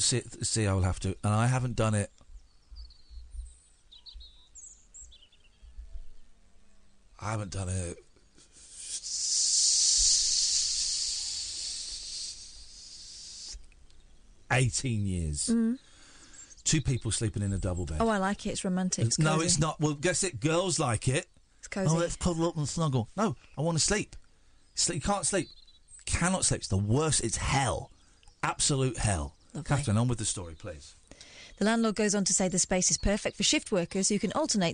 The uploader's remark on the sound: The show comes live from the countryside